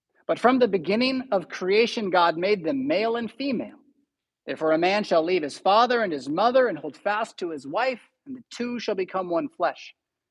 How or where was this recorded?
large echoing room